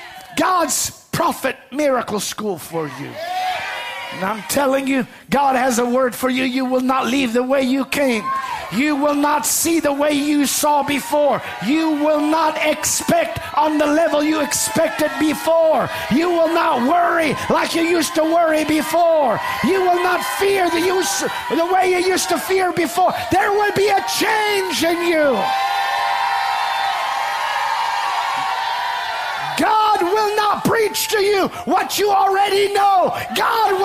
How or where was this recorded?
large echoing room